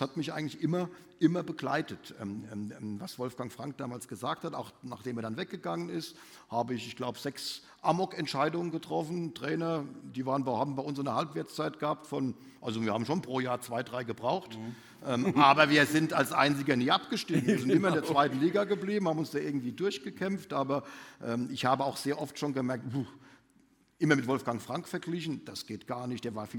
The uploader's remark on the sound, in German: im Live-Bühnentalk auf der FANOMICS Konferenz im April 2023